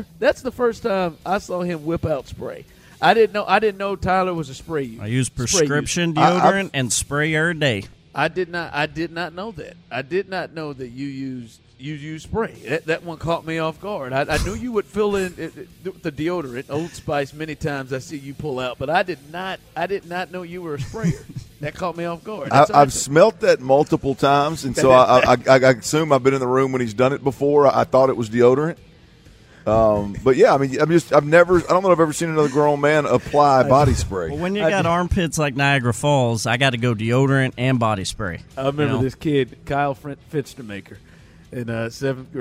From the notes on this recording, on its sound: THE DRIVE LIVE from the Houston Sports Awards Red Carpet.